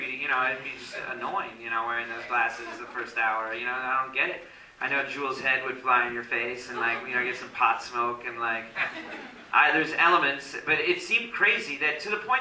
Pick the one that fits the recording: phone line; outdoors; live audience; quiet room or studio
live audience